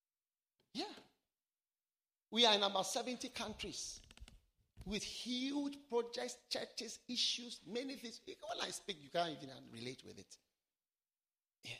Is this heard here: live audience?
yes